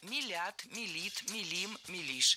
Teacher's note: Ударение в этом слове всегда стоит за корнем, а корень остается безударным.